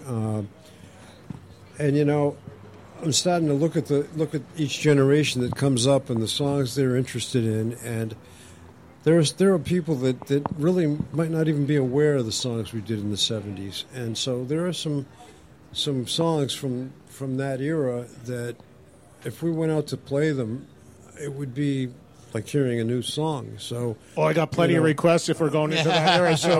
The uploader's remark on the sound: at the Rainbow on Sunset Strip (Los Angeles) during a jam-packed live broadcast!